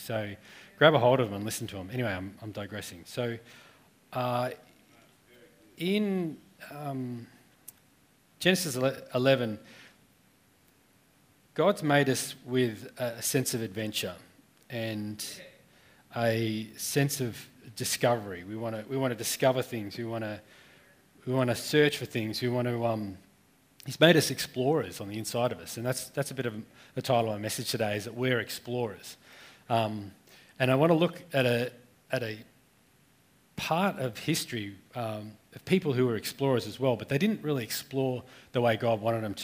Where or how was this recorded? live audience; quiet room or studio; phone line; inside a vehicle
live audience